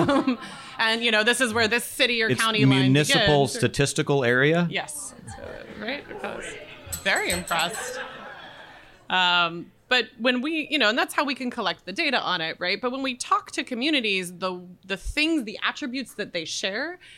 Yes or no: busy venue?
yes